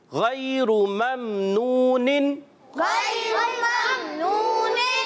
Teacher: غین کی ادائیگی پر رکھیں گے، موٹا حرف لین کو نرمی سے ادا کریں. را راہ پر دیکھیں پیش ہے پیارے بچوں، تو اس کو ہم نے موٹا پڑھنا ہے